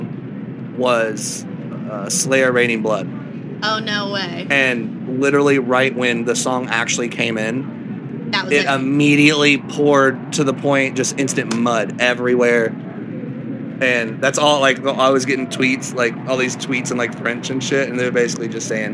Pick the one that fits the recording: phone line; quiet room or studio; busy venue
busy venue